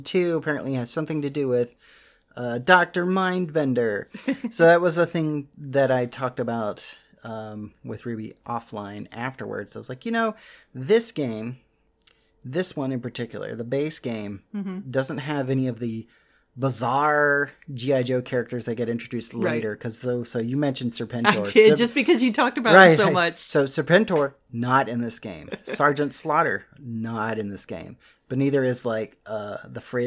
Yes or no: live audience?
no